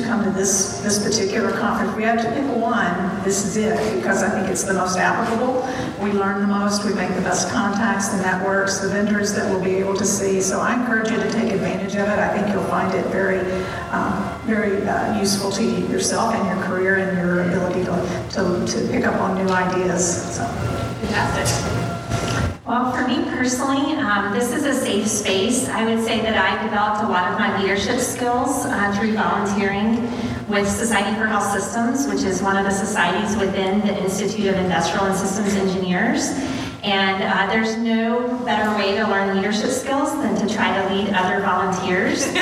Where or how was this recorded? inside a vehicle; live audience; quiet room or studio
live audience